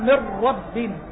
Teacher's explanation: وابدغم في اللام والراء لا بغنة اللزم، إدغام النون في اللام والراء بغير غنة · Term: إدغام بغير غنة